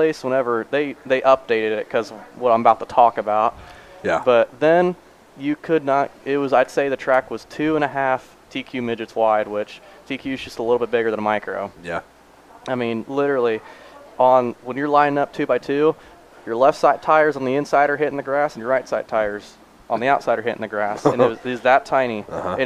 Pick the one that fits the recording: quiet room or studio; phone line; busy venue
busy venue